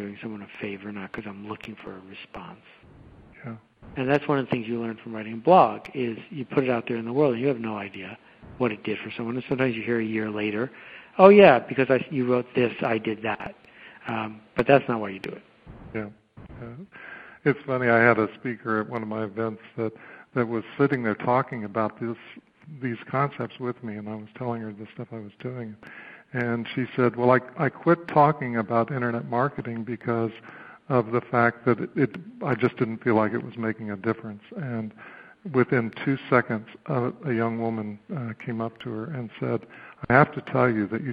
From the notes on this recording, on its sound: A phone call